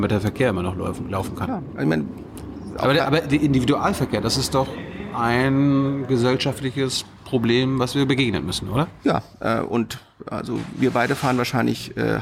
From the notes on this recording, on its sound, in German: in der Berliner Buchhandlung Ocelot aufgezeichnet